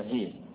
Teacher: يقرأها بالإمالة الهاء يميلها هي والياء يميلها يي